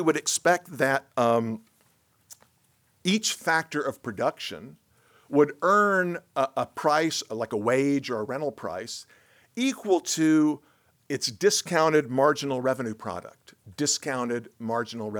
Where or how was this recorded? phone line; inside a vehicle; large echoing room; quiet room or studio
large echoing room